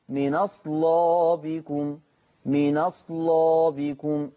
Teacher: هنقل فتحة الهمزة ووديها على النون · Term: النقل